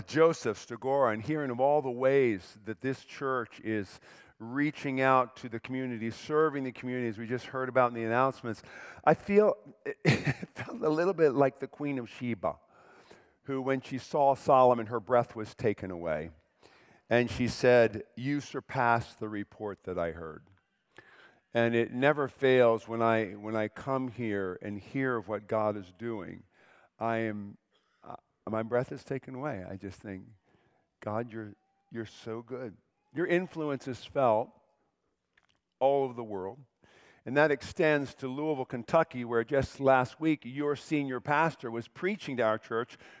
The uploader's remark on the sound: preached this sermon at Covenant Fellowship Church on October 8, 2023